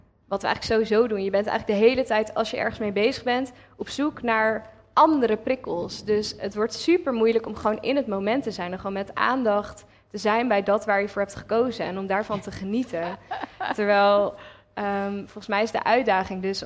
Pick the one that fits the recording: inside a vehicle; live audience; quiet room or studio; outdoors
live audience